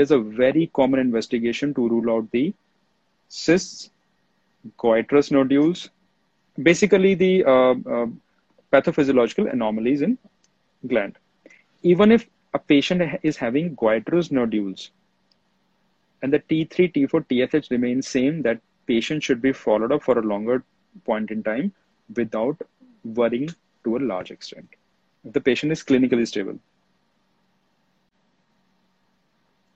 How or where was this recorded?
video call